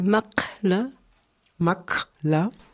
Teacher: C'est un Ka qui est plus un coup de glotte. Donc il faut le sentir vraiment au fond de la gorge.